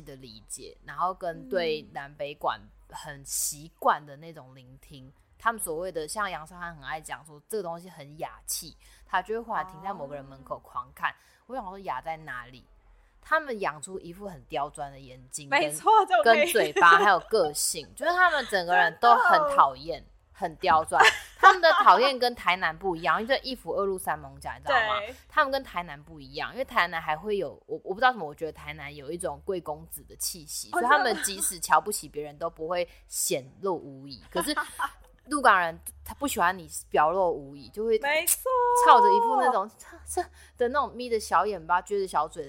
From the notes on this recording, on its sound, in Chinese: 這集錄製的環境比較多雜音，請大家多多包涵～